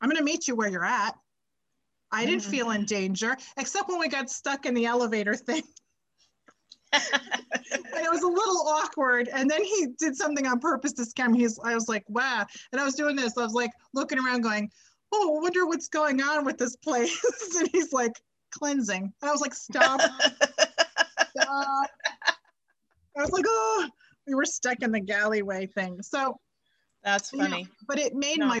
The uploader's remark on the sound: zoom it up with a catch up